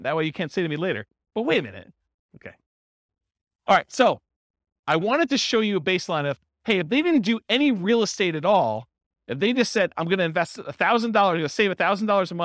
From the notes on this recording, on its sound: This was a live class recorded